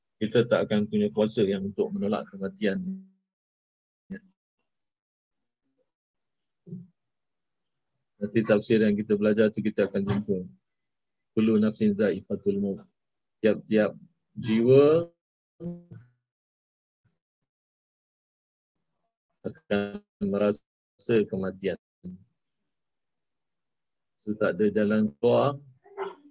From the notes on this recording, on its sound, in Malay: Rakaman zoom pada setiap Ahad 9.